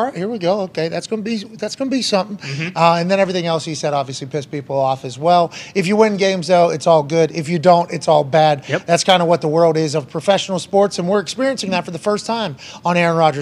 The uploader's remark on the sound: LIVE From The ThunderDome